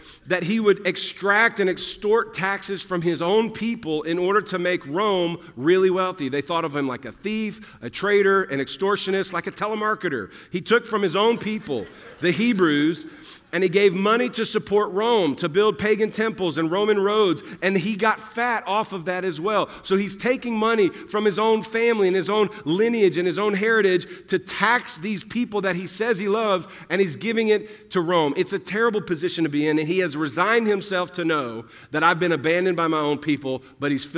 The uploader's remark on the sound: at the 2022 EQUIP Conference on April 29, 2022 at 7:30pm